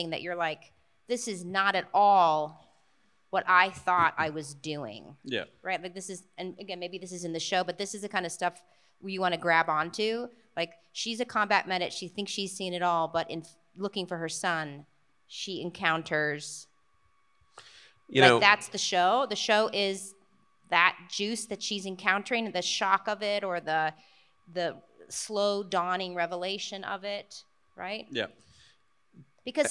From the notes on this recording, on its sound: We’re closing out 2022 with a LIVE panel from our time at the Austin Film Festival.